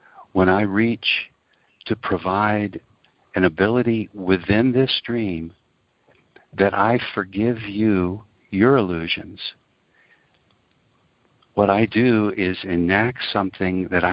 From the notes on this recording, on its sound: ACIM Daily TEXT Conference Call.